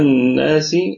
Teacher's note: هنا الناس الهمزة همزة وصل تثبت في البدء وتسقط في الوصل واللام شمسية ثم مضغمة في النون